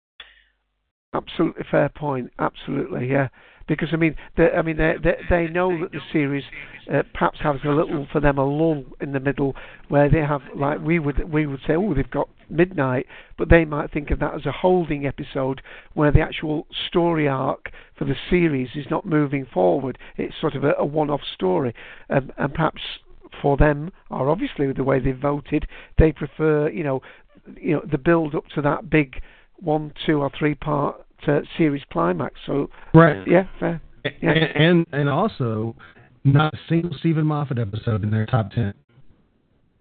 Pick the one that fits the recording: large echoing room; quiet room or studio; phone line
phone line